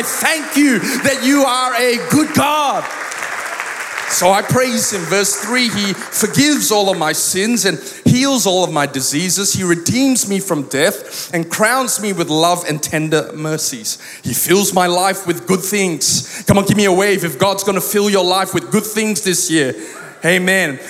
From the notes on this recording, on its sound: Recorded live at Planetshakers Church (Melbourne)